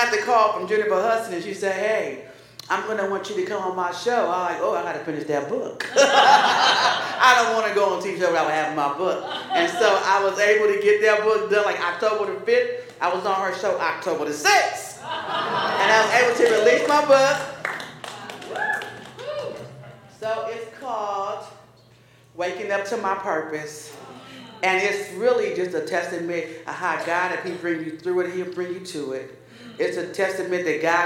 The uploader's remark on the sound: This sermon was delivered at Paradox on Saturday, April 15, 2023.